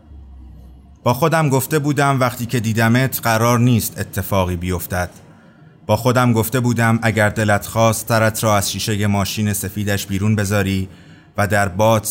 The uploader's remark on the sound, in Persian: آنچه میشنوید اجرای زندهی ما در شهر اصفهان و کافه بلومون است.